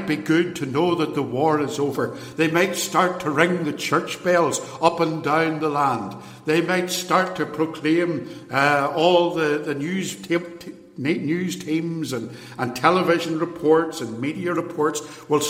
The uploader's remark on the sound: lecture, given in 2017 at Templepatrick Reformed Church